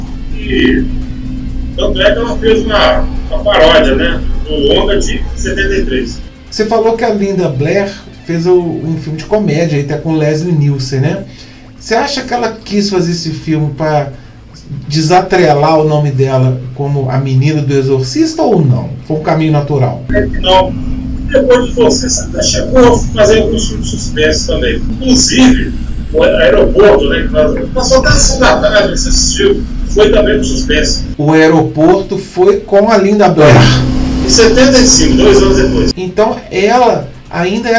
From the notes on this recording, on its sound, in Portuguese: Desta vez online. Mesmo com um áudio não tão bom, peço desculpas.